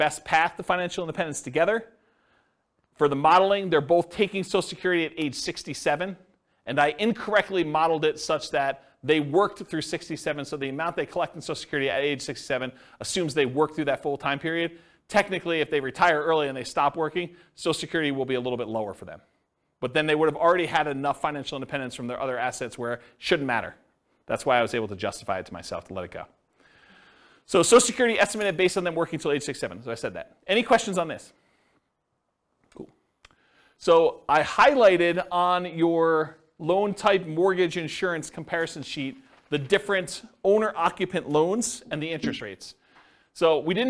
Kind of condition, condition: setting, live audience